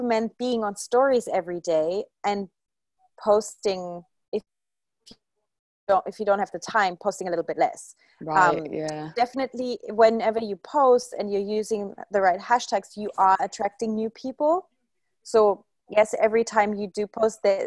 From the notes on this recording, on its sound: one of the most recent live Q&A calls from inside the 'Instagram Secrets to Success' course